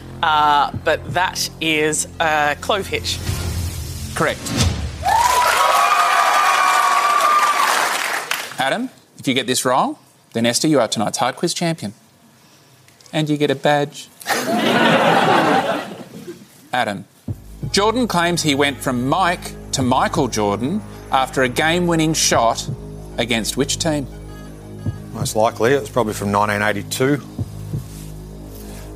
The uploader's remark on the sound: It was recorded in-front of a live studio audience in early September, 2022.